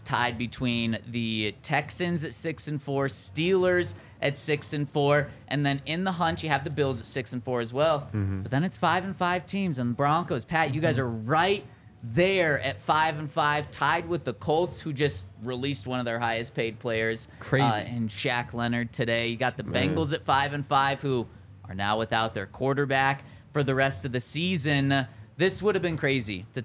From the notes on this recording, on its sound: coming to you LIVE from the DNVR Bar